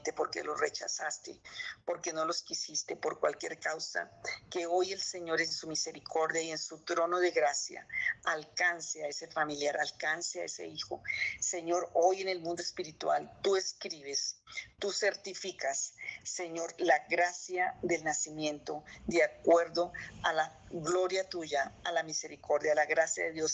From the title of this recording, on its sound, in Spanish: Zoom miércoles